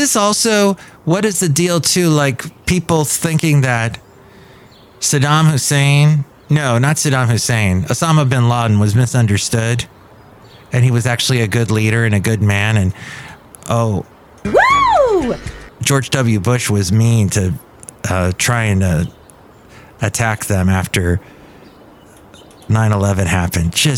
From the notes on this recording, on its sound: He podcasts live from Café Anyway.